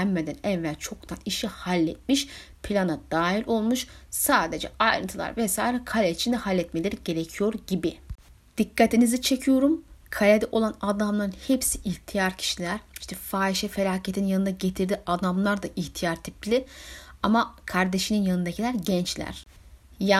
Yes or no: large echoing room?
no